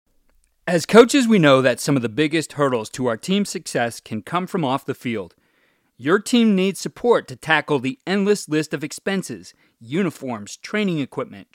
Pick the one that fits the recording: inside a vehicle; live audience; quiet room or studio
quiet room or studio